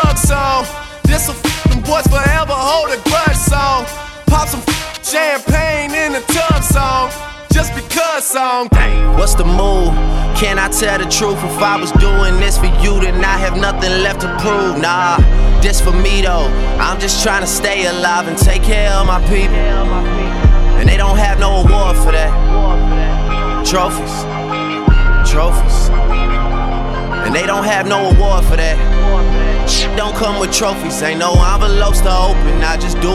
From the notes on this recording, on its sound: Live Recorded Mix from a Cookout Gig last month.